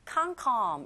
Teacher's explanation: 영국식 발음에서는 cannot이 can't, 거의 아처럼 들리고 come도 come이 아니라 거의 come에 가 can't come 이렇게 들리네요.